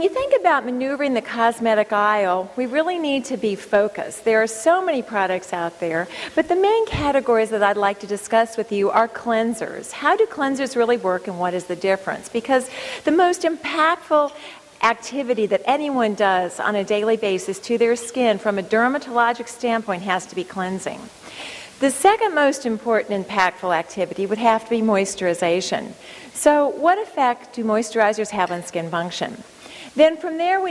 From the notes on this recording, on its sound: Audio podcast from the 7th Annual SDPA Fall Conference in Scottsdale, AZ.